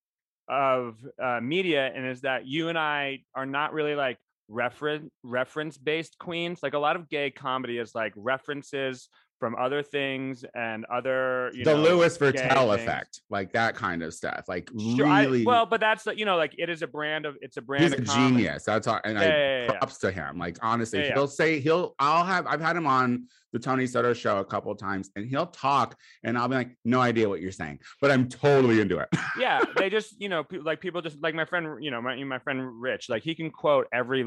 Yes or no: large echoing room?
no